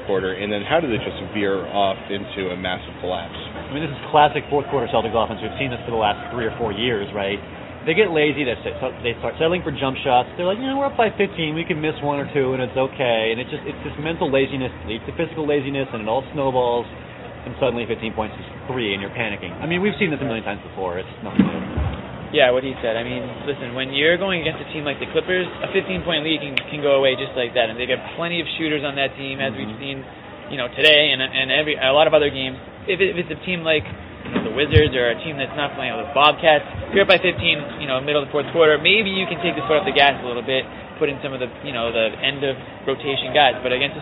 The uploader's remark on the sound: Live from TD Garden